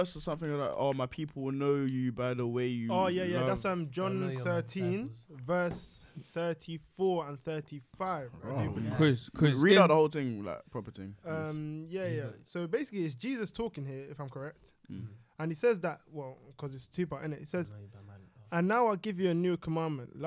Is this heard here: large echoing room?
no